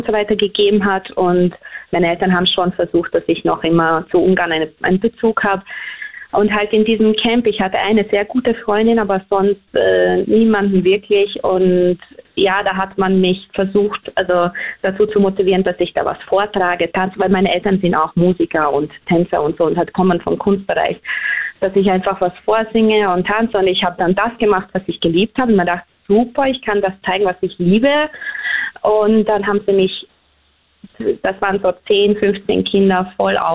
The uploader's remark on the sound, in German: Am Telefon.